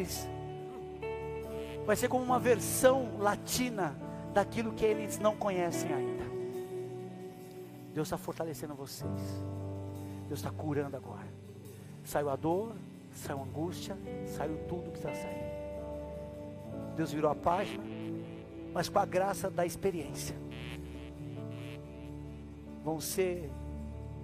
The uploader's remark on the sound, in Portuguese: Áudio extraído do culto do dia 28 de Maio de 2023.